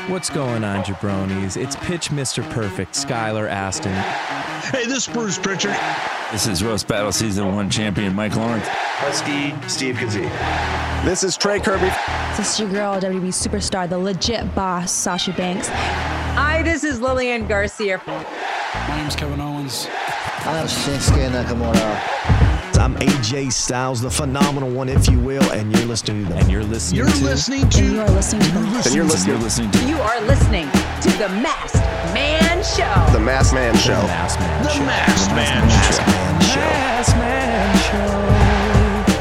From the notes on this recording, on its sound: live at the WrestleMania Superstore